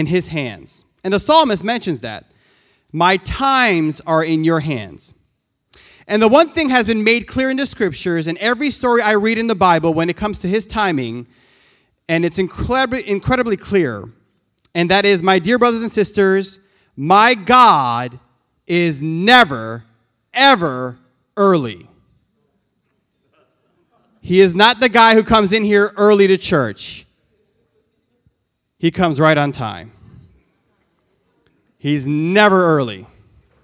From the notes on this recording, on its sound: This JAT was recorded live on Sunday, August 15th, 2021 at Newark United Pentecostal Church.